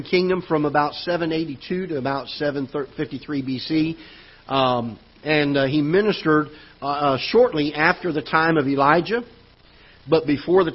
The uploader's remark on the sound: Ketha Heights Baptist Church ~ Live Broadcast